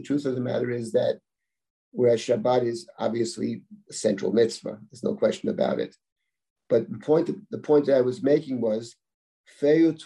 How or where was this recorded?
video call